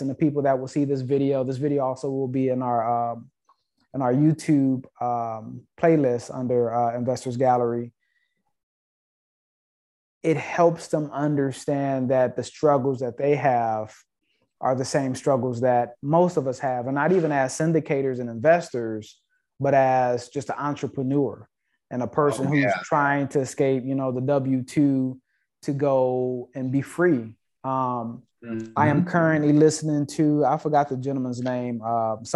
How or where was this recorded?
video call